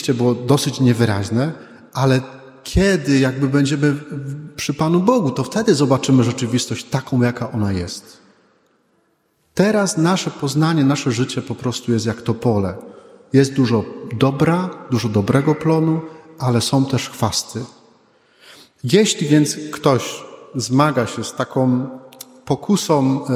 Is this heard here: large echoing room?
yes